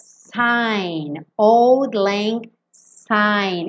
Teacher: esse S com som de S, não é com som de Z. E a gente ouve muitas gravações mesmo que as pessoas cantam old lang sign com som de Z.